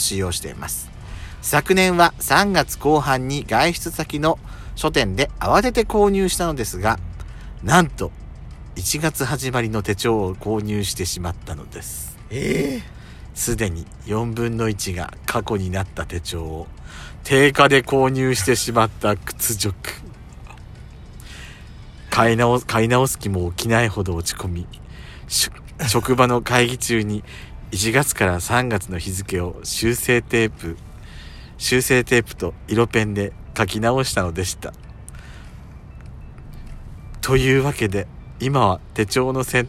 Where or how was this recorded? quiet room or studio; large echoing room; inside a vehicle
inside a vehicle